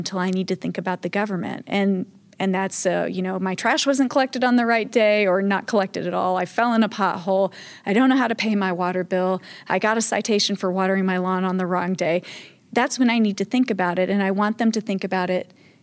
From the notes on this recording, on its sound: Which took place at the Content Marketing World 2016 conference in Cleveland, Ohio.